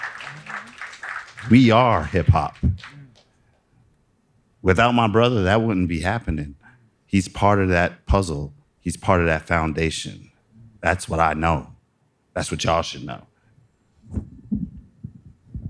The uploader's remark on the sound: We recorded a live show at the Highline Ballroom in Manhattan. There was also a lively Q&A where the audience got a chance to ask all of the burning questions.